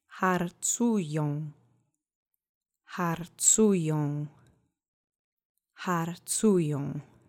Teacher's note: The accent is on the middle syllable.